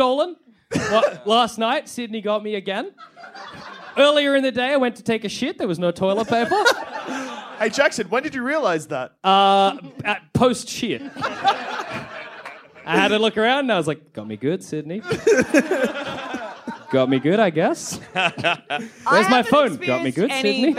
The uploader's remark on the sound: Live from the Sydney Comedy Fest. In which our heroes gather their friends, take to the stage.